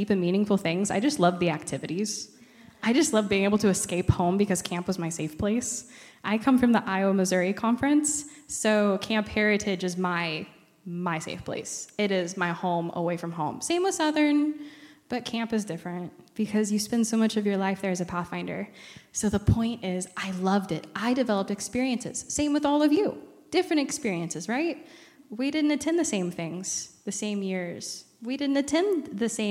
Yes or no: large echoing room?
yes